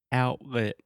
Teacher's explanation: So you're almost making a T sound your tongue, everything is in position to make the T sound, and then you just don't quite do it. Your throat stops you, and we just say outlet. · So this is what we call a stop T, or if you want to be very linguistically nerdy, a glottal T. So you're almost making a T sound your tongue, everything is in position to make the T sound, and then you just don't quite do it.